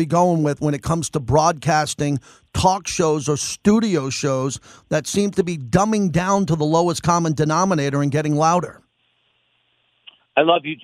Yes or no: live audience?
no